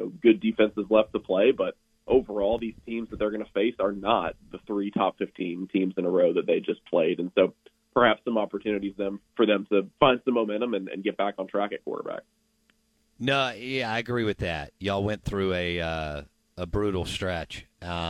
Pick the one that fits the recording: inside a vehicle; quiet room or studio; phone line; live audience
phone line